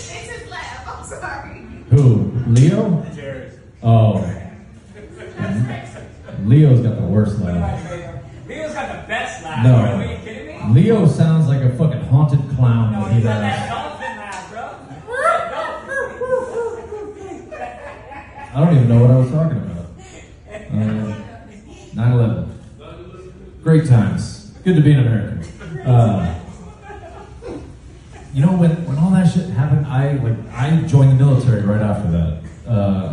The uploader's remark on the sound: We bring you the live entertainment from an open mic at Leaves and Roots-Ft. Lauderdale, FL.